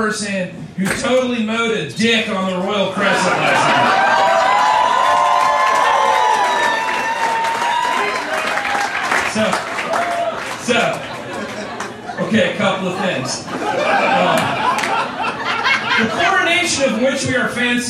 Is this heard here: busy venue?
yes